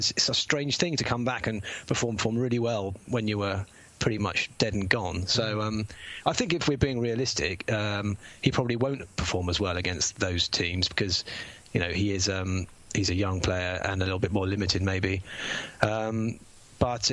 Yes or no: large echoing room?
no